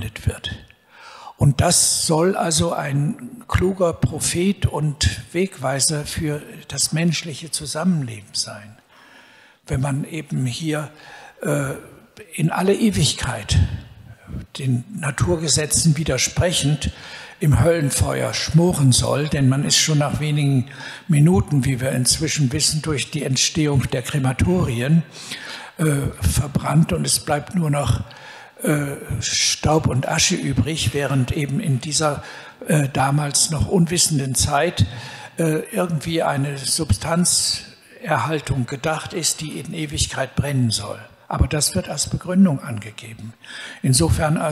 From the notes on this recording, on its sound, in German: In diesem zweiten Teil der Podiumsdiskussion kommen unter anderem die folgenden Fragestellungen aus dem Publikum